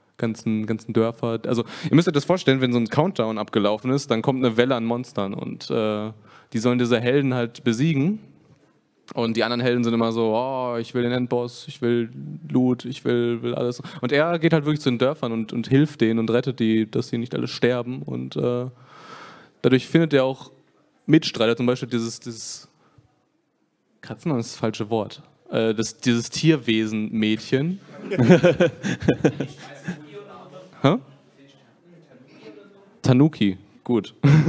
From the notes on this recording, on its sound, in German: Für die diesjährige Connichi haben wir uns etwas ganz Besonderes überlegt. Dies ist die nachbearbeitete Aufzeichnung auf unseren Kanälen mit Trailern und den Fragen des Publikums.